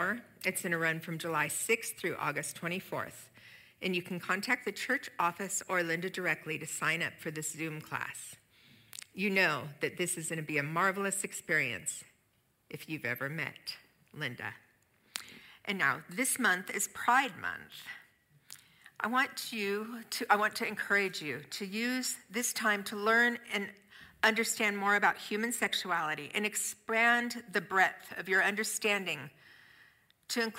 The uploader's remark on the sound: 10am Worship. Audio of our worship service on 6/25/23. Streamed live on video from our campus in Westlake Village, CA.